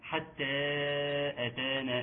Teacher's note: خد بالك من ترقيق الحاء وترقيق التاء